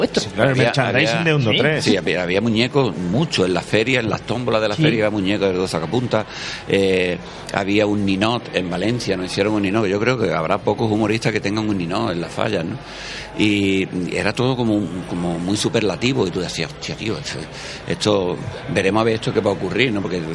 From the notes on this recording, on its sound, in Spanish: Certamen Audiovisual de Cabra. Grabada en la 24 edición del “Certamen de creación audiovisual de Cabra. Hasta el certamen nos desplazamos parte del equipo.